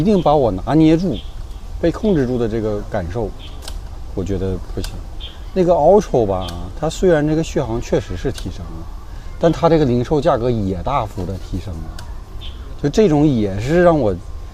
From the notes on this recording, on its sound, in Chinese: 这次虽然做了一些准备，但发现室外背景的杂音还是挺多。